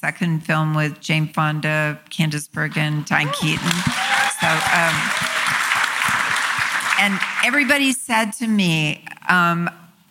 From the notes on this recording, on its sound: This conversation is presented by Variety , and was recorded live at ATX TV Festival Season 12 (June 1-4, 2023) in Austin, TX.